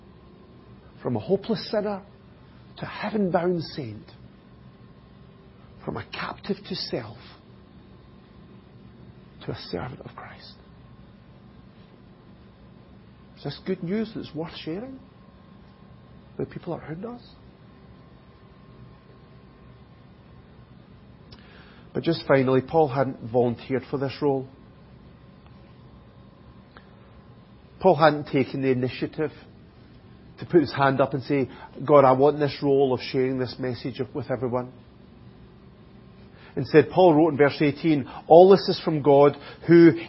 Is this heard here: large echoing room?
yes